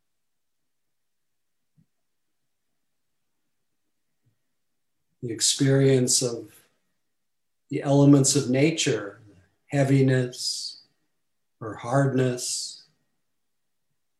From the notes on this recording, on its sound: Recorded Zoom Session